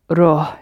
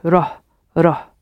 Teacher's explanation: the vowel in the middle, because it's hollow, the filling changes and the vowel becomes shorter · Shown in: second take